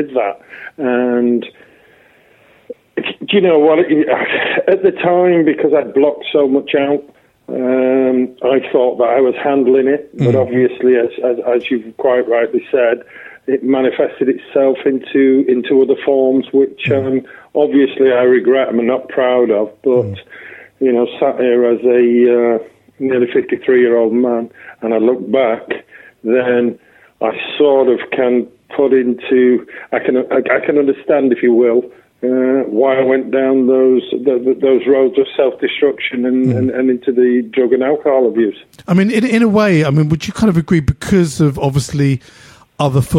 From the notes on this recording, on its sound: on the phone